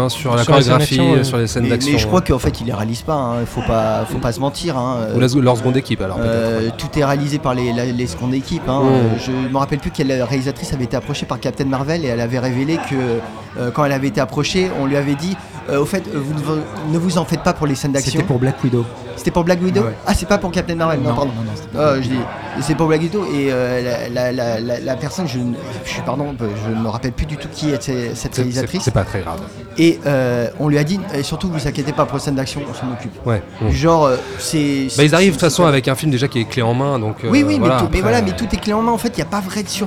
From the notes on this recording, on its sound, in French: Enregistré au Hurling pub (8 Rue Descartes, 75005 Paris), le vendredi 26 avril 2019.